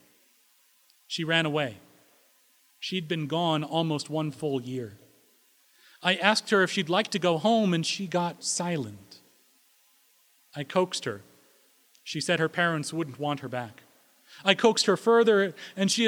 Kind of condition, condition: setting, large echoing room